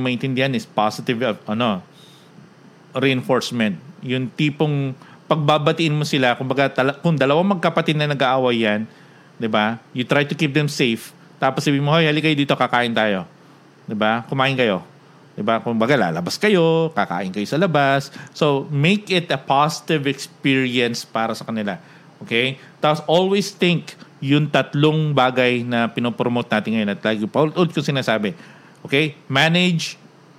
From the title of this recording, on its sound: We read comments and ask questions from our live audience.